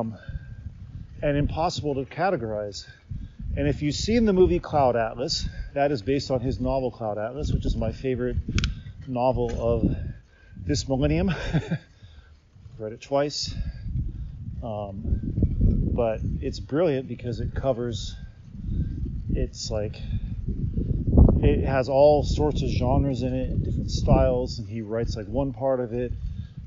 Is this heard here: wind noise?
yes